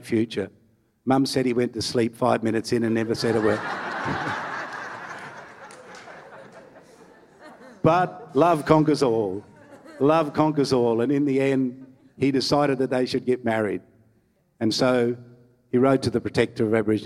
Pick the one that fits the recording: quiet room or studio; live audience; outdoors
live audience